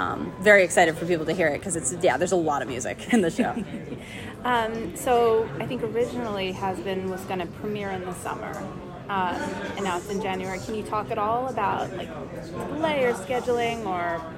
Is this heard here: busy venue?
yes